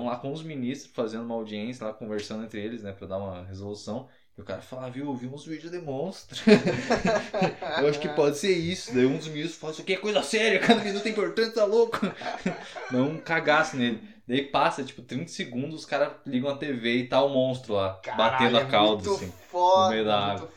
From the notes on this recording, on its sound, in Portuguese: Seus ouvidos serão agraciados com um belo áudio de incríveis 2 MICROFONES (e não 2 microfones incríveis). Um microfone por participante.